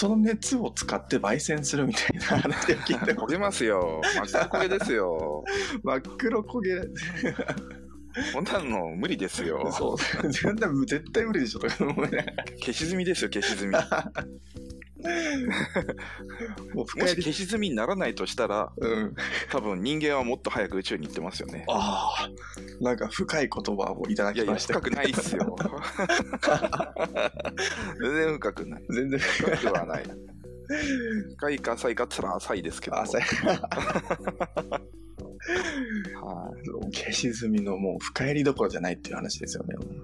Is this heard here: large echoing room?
no